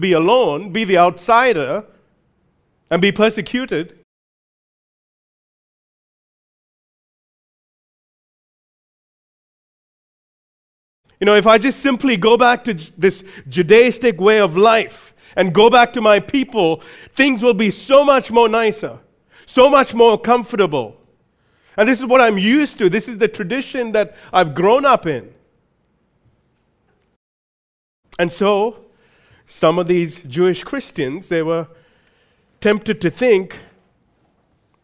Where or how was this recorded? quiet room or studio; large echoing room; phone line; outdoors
large echoing room